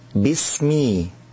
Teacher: بعض الناس يقرأ الباء والميم من بسم على الإمالة فيقول بسم الله بسم الله ب بسم ما، وهذا خطأ. الصواب أن يشبع الكسرة في الباء بي وفي الميم مي بسمي · Term: إشباع الكسر